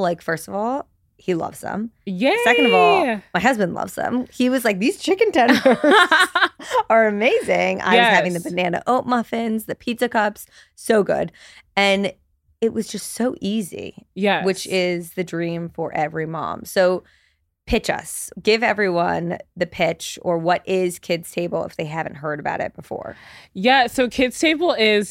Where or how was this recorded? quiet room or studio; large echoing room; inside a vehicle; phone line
quiet room or studio